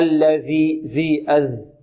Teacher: تخرج من طرف اللسان مع طرف الثنايا العليا